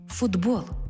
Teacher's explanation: Бо глухий «т» поруч із дзвінким «б» перетворюється на дзвінкий «д» поруч із дзвінким «б». Глухий знайшов собі дзвінку пару.